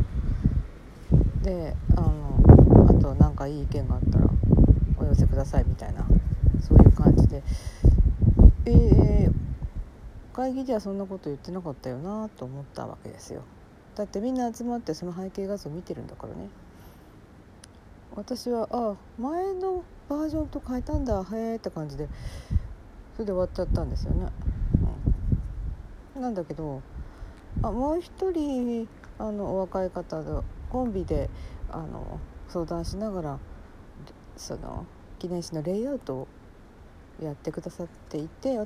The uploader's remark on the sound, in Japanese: From Radiotalk。歩きながら屋外収録、音悪くてスミマセン。